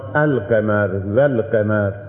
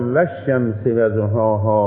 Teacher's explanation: حيث إن اللام يظهر في كلمة القمر فيقال القمر والقمر، ولكن في كلمة الشمس يدغم